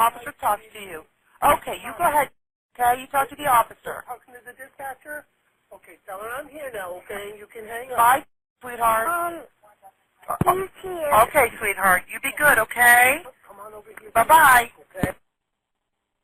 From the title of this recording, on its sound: FULL 911 CALL